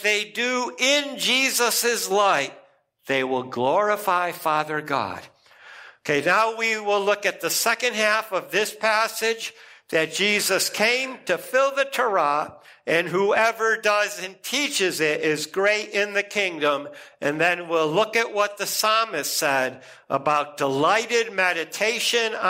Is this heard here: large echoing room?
yes